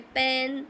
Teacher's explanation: प की जो साउंड है जिसमें हमारे होंठ एक साथ मिल जाते हैं ठीक है तो वहाँ पर ऑब्स्ट्रक्शन है बहुत कम है थोड़ी